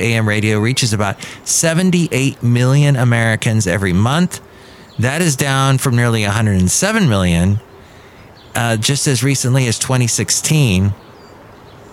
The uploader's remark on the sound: podcasts live from Café Anyway